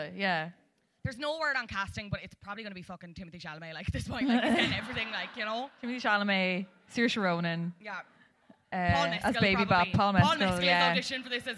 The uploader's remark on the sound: Live at Liberty Hall